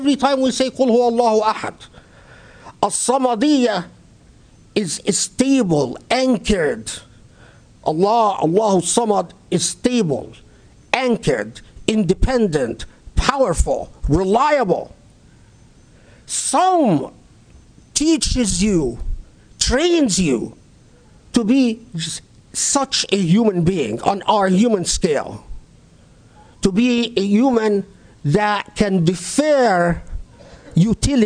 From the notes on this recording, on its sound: Delivered at the Islamic Center of Southern California